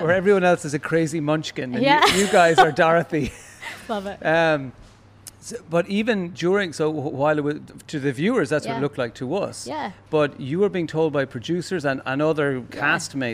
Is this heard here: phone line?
no